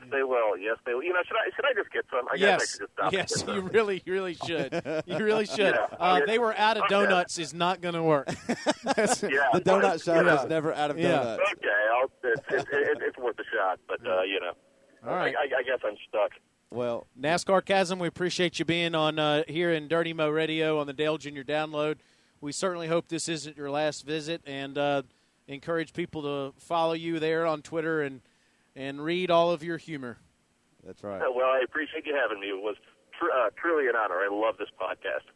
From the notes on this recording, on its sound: sneaks away from work to call in.